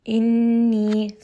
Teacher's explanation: here you can hear that ghunna, that it's going up into the nose